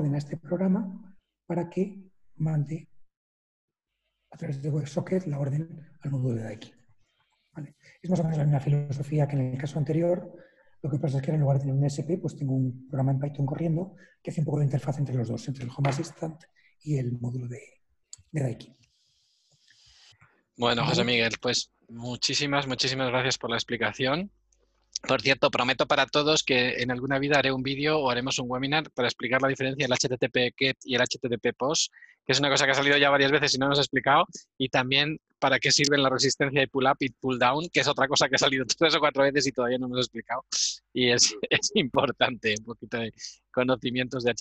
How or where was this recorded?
video call